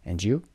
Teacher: میتونید این قسمت د و ی رو هم به هم بچسبونید و بگید And you? صدای ج میشه